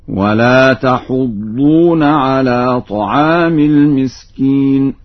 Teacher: فإن ورشا يقرأ بضم الحاء هكذا: ولا تحضون على طعام المسكين.